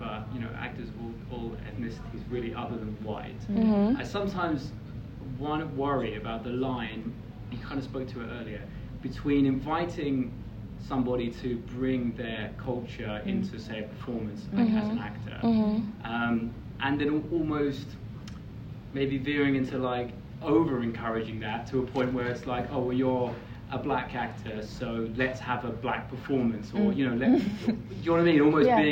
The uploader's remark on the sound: Primadonna Festival live show